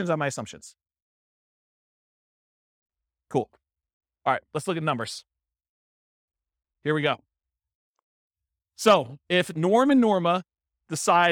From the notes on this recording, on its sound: This was a live class recorded